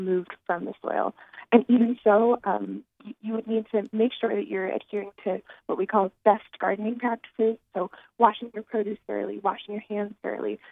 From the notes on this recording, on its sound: recently got on the phone